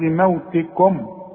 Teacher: الميم لازم نظهرها، شوف الميم دي على سكون